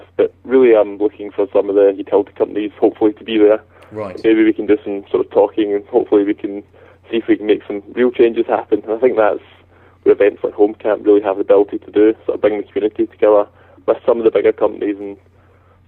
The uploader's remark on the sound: A telephone discussion